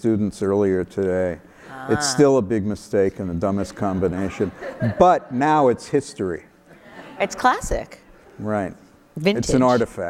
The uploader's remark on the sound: live on stage